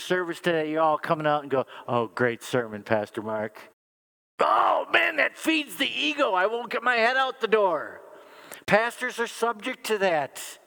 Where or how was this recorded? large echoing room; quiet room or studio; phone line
large echoing room